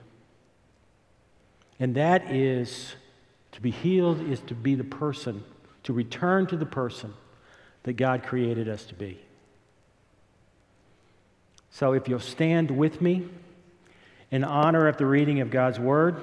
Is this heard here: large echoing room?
yes